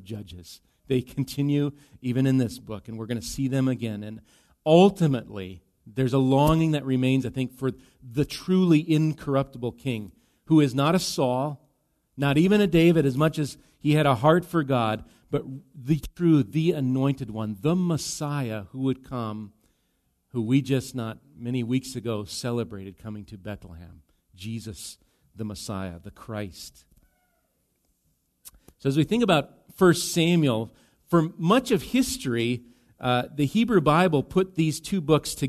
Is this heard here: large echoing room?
yes